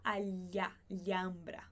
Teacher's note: Alhambra é como se esse H nem existisse